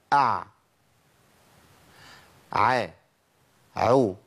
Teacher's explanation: يعني ايه؟ يعني امنع النفس تماما، ما تخليش النفس يطلع مع العين · Term: انقطاع النفس